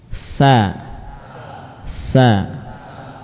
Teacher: Ujung lidah dengan permukaan gigi seri bawah